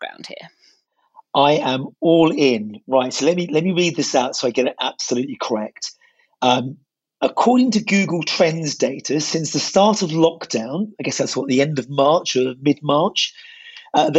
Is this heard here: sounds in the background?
no